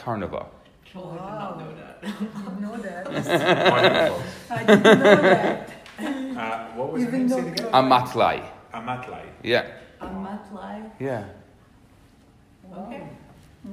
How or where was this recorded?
live audience